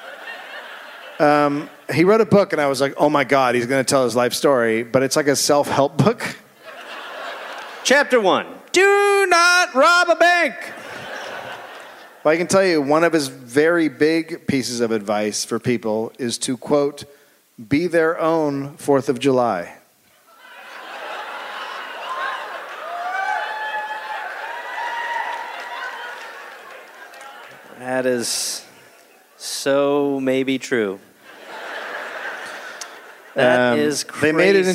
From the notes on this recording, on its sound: Recorded live in Durham, NC.